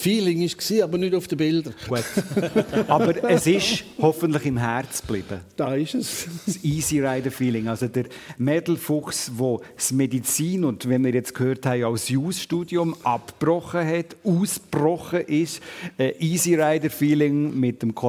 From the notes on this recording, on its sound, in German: live aus der «Kunsthalle» Appenzell